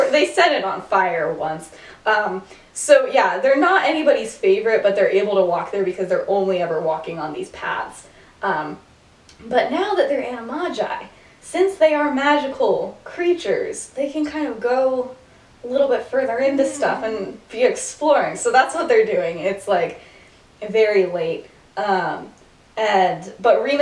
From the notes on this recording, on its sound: Bad audio. Whoops, the audio got worse.